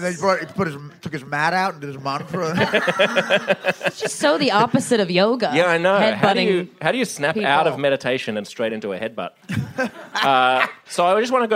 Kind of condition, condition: setting, live audience